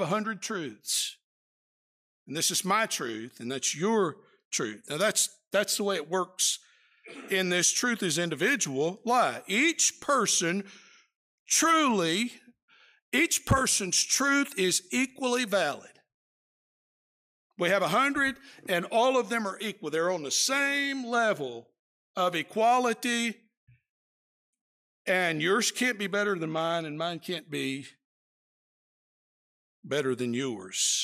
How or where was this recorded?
large echoing room